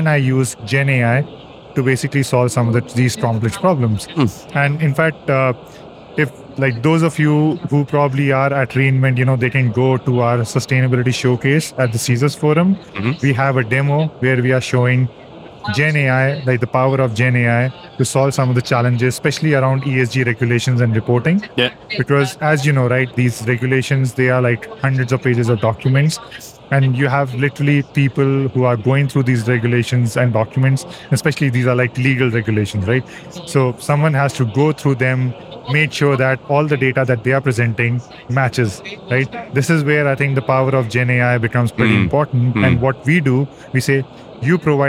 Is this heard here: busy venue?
yes